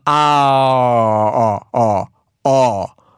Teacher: So you're making an ah sound with an o face. So you're going ah, but you're going to go ah, ah, ah, ah. · Term: dark forward ah